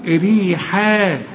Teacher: شوف الحا والمد بتاعها مرقق